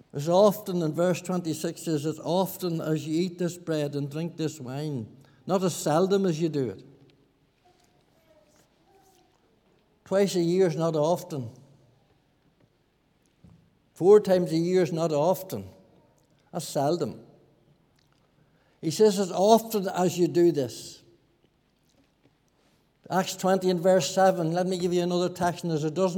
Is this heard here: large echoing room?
yes